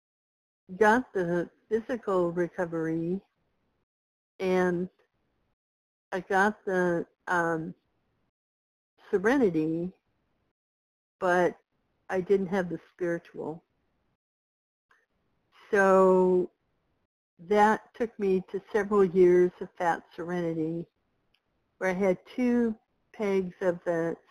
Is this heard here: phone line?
yes